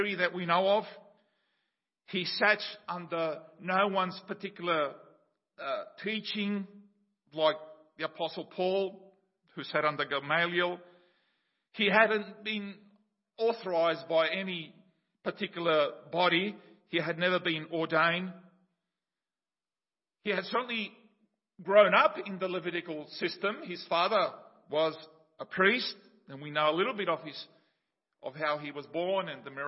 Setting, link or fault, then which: setting, large echoing room